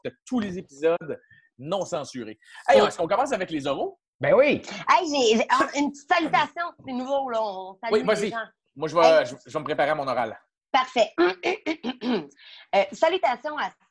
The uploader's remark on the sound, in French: La classe a eu lieue sur Zoom, en vidéoconférence.